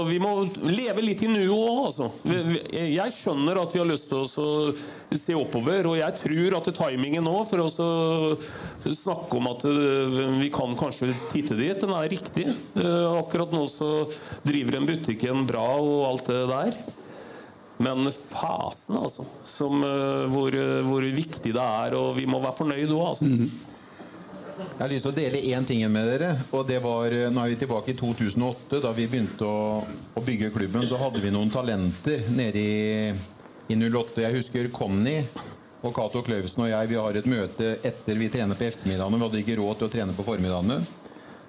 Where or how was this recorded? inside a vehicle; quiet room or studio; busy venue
busy venue